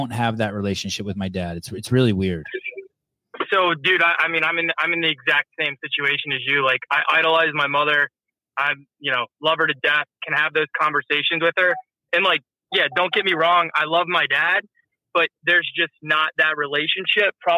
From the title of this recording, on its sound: Live Call In Show